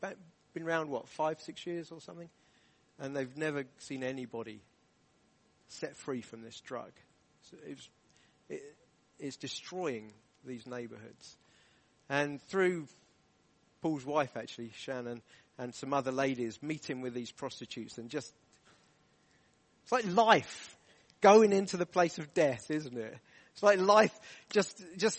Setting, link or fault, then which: setting, large echoing room